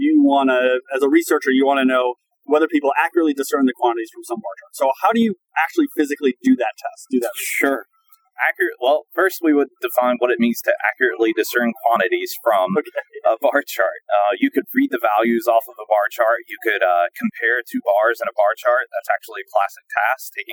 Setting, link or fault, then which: setting, outdoors